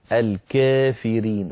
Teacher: يميل ألف الكافرين فإمالة صغرى فيقول الكافرين وليس الكافرين ولا الكافرين الكافرين هذه إمالة كبرى لا